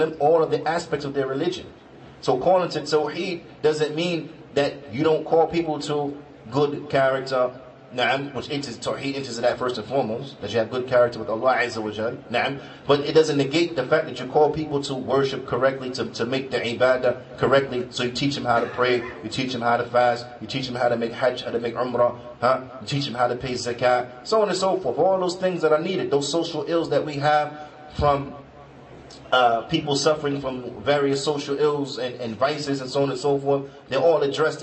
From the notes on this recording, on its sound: Lecture hosted by Basic Islam CA & Dar Al-Fuwaid Islamic Centre, Toronto, Canada